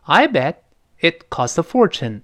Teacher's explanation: I bet 那个 bet 在这儿失去爆破了。它没有跟后面的 it 连读。你看老师没有动作，I betit，I bet it 没有这么连读。为什么呢？因为 I bet 后面是一个宾语从句。这个宾语从句跟主句的位动词 bet 是在不同的义群里边，所以 I bet 读完之后会稍作停顿，再读后面的宾语从句。所以这个究竟是不是连读，它有条件，必须在同一个义群里边读得非常快才可能连到一块儿。你看我这么读 I bet it